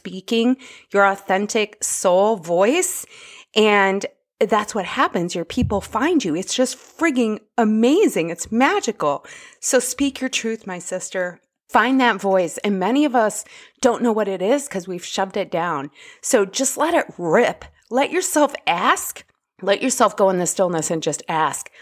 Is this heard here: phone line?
no